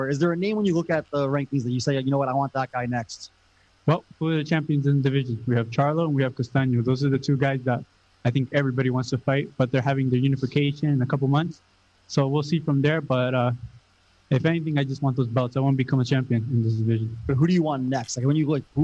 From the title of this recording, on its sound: Post Fight media Conference